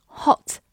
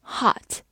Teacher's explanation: yesterday. She left home at eight o'clock yesterday. Hot, H-O-T,hot，字母 o 发它最常见的音，短音 o，hot。而在美式的发音里，常常嘴型特别大，会发成啊这个音 · Shown in: second take · Term: 美式发音